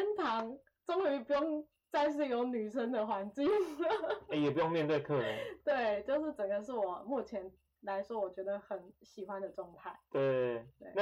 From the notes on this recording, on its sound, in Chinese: 跟第一集的收音差很多